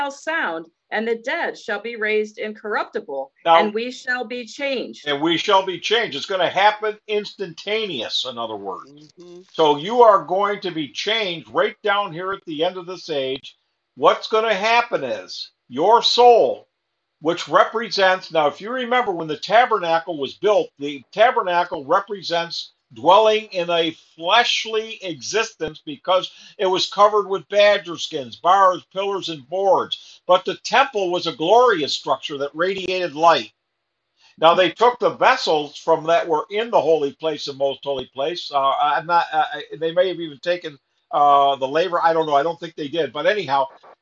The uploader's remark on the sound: Syracuse Zoom Class.